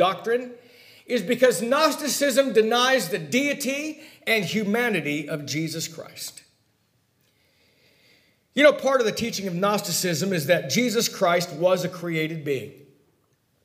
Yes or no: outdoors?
no